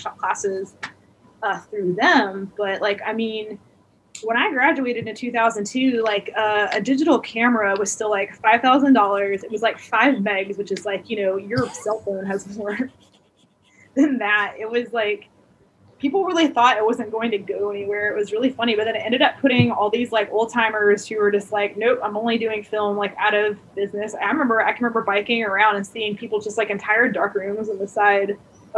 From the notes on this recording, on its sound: I sit down on Zoom